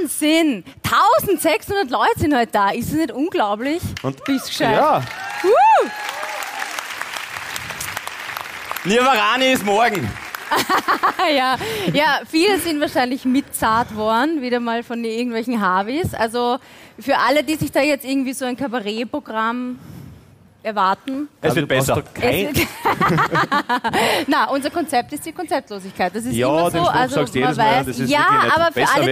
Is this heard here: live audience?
yes